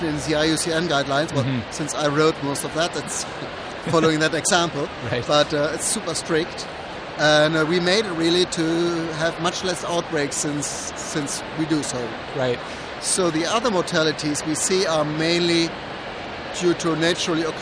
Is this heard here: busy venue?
yes